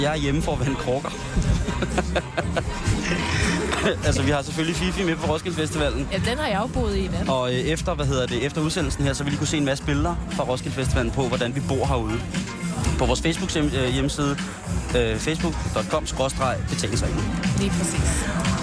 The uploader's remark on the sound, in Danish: I dag live fra Roskilde.